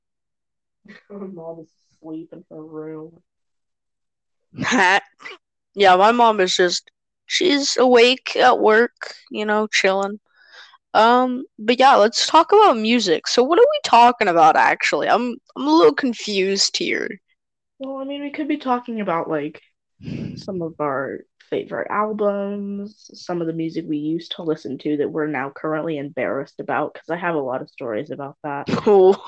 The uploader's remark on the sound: More technical difficulties.